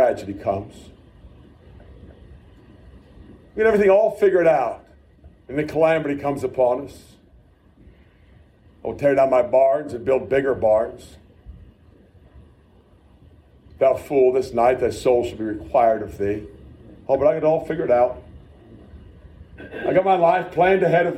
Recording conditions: large echoing room